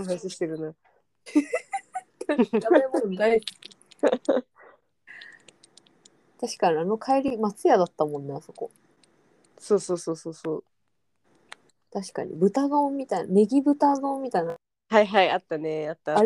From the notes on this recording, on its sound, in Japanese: 音声不良スミマセン